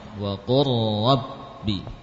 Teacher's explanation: lam sukun diidghamkan ke ra